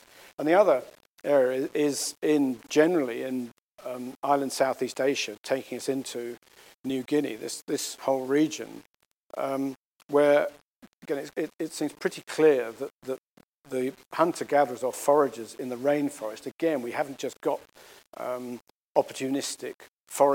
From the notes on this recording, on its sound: The Golson Lecture was delivered at ANU